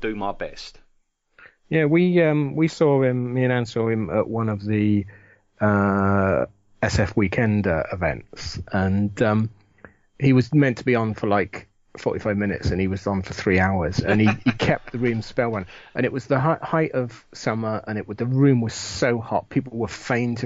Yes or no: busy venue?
no